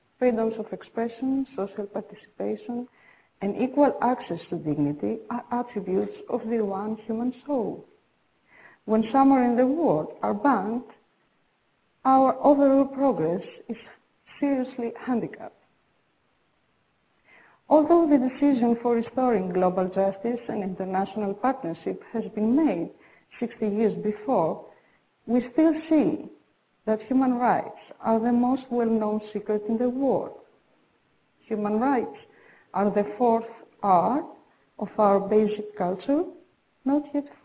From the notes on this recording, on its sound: This is a pre-recorded program from the World Goodwill Seminar that was held on November 14, 2009 in London, UK.